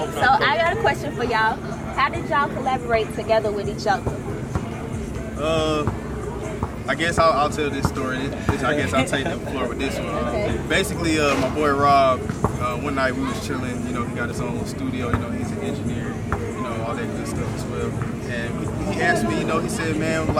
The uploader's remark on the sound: We're Live At Central Park School Drive